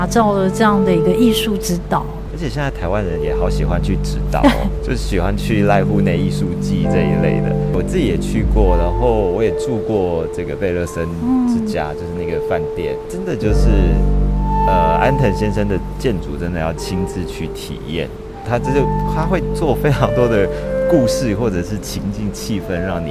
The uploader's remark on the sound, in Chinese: 跟著〈忠泰美術館〉總監看「挑戰 安藤忠雄」展。而透過現場訪談，希望讓大家彷彿也身歷其境地逛了一場展覽。